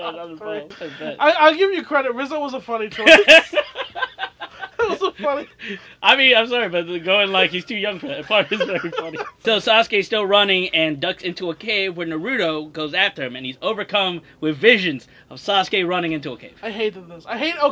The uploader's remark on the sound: This episode is a little choppy as weve had problems with the recording